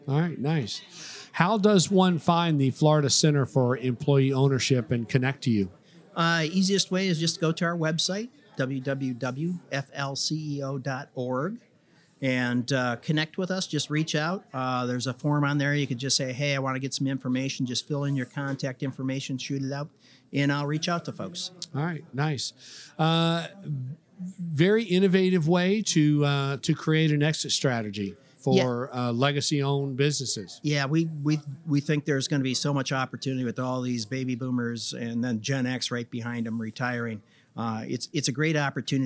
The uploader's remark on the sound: Recorded at this year’s annual Florida Economic Development Council Conference hosted at Sheraton Orlando Lake Buena Vista Resort. This and the following segments were recorded at this year’s annual Florida Economic Development Council Conference hosted at Sheraton Orlando Lake Buena Vista Resort.